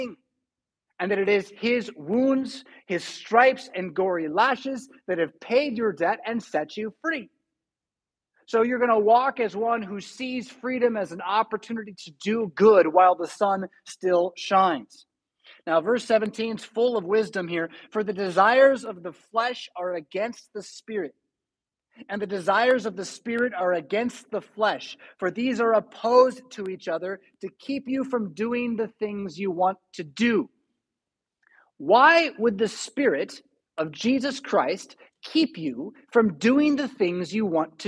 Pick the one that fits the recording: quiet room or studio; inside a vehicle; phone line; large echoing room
large echoing room